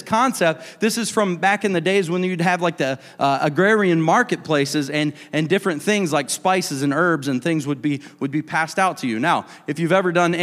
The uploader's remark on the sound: a service recording from Connect Point UPC